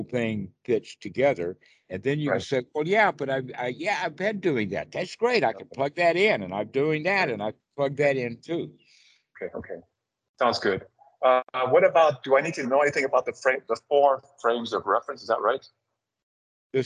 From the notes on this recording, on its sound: skype calls on this channel